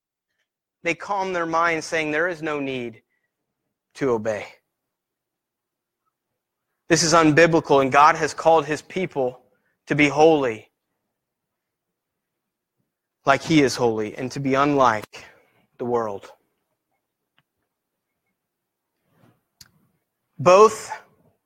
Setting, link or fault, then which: setting, large echoing room